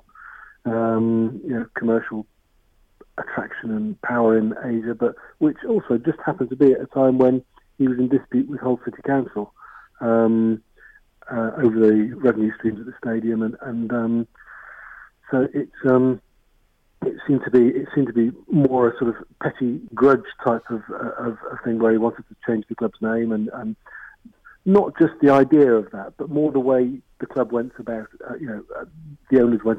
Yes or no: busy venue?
no